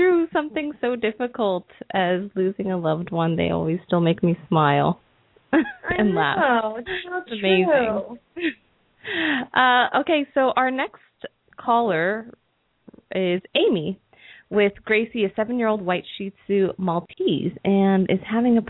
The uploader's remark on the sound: open up the lines for listeners to call